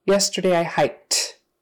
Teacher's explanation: That K is unvoiced, so the ED becomes an unvoiced T.